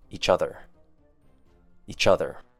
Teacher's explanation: And our last one for pronunciation would be blended words, each other. Start with saying the letter E, and then quickly say chother, which has the short U sound.